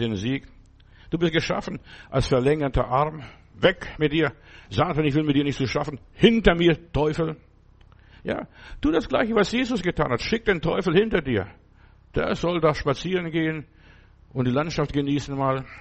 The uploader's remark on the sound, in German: im Gemeinde-Zentrum in Berlin aufgenommen